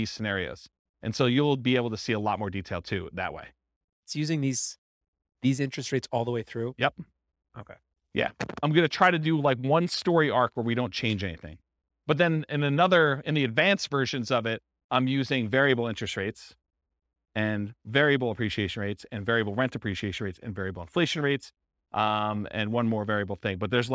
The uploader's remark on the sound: This was a live class recorded